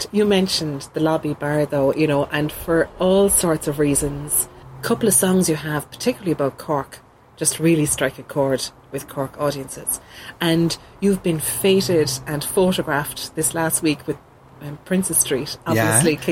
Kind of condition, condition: setting, outdoors